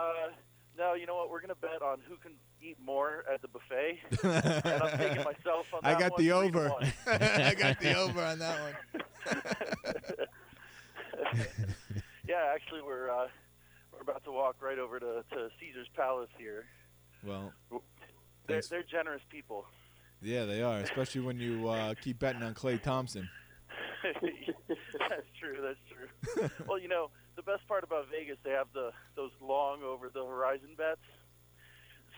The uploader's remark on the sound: called in to talk